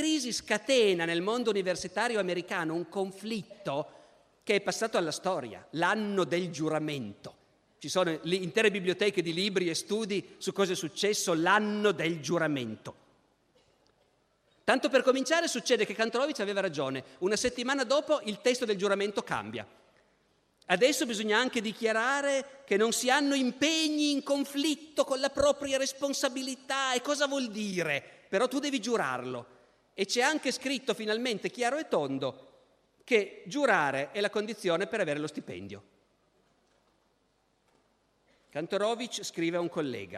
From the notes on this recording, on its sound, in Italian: Registrato al Festival della Mente 2015 in Sarzana.